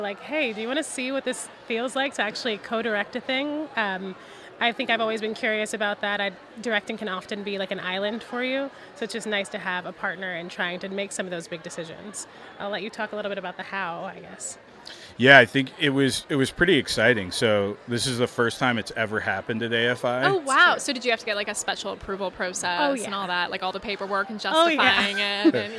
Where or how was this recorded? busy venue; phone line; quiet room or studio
busy venue